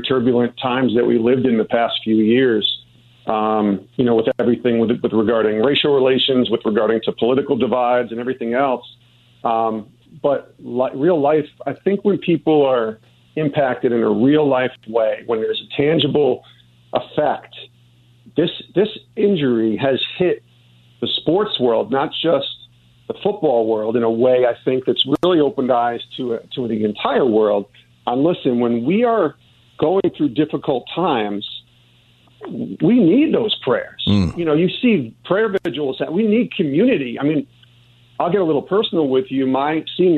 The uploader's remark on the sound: takes prayers from callers who call in.